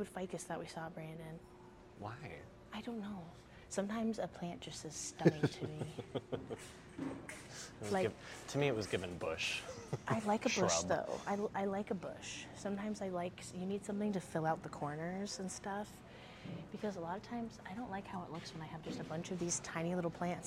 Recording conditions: busy venue